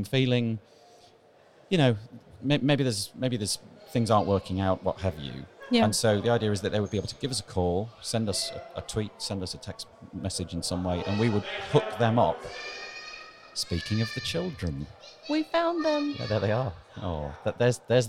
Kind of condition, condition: setting, busy venue